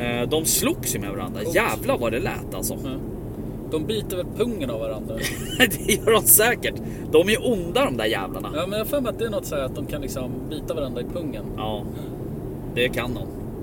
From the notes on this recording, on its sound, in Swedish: Glömmer att ta med sin inspelnings grej. Spelar in via mobilen : Så ljudnivån kan vara lite svajig.